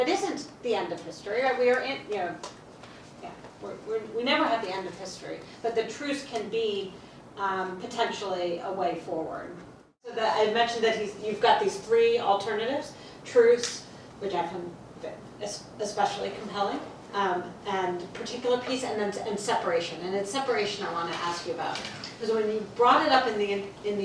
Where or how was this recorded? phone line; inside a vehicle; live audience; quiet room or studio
live audience